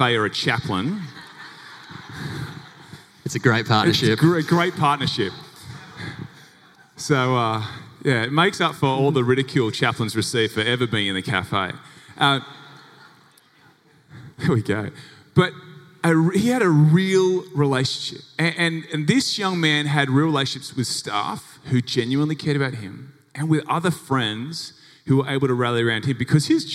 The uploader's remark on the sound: Recorded live in front of 700 educators at the St Philip’s Christian College 2020 Big Day Out.